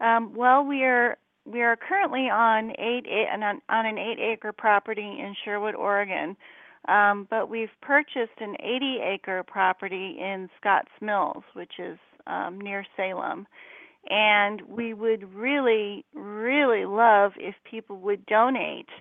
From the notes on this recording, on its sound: open up the lines for listeners to call